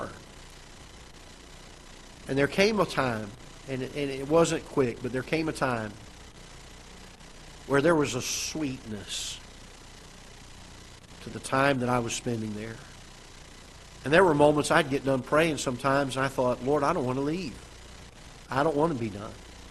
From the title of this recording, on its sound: Ketha Heights Baptist Church ~ Live Broadcast